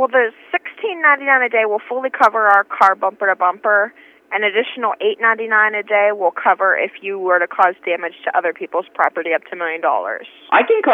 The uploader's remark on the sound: …'s Personal Prank Phone Calls Collection.